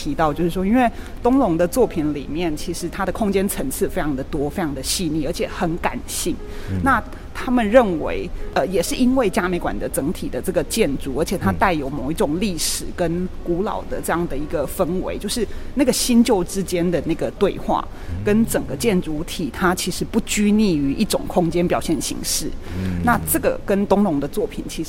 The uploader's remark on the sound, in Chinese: 本次的錄音，是到嘉義市立美術館專訪舉辦展覽的藝術家